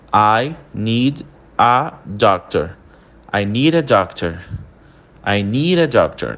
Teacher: Meio que entra um R entre o need e o a.